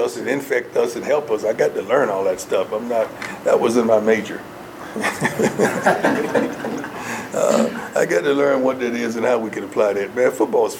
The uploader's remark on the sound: Colorado Buffaloes mid-spring ball press conference. Fielded questions from the media in a press conference setting.